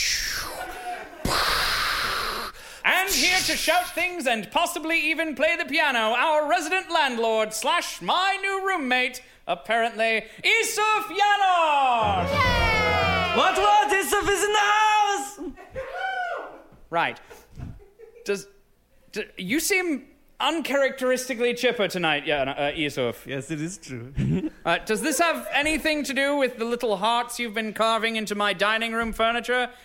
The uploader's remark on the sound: A live variety show recorded in Chicago by veterans of Chicago's theater scene.